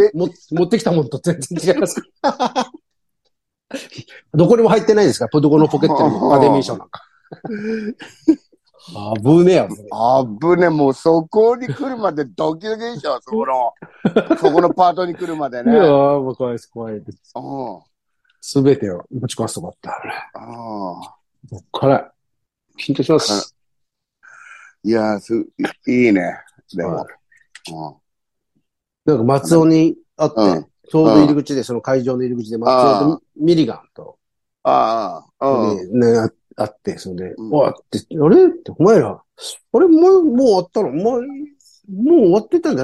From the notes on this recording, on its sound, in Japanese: ZOOMで収録。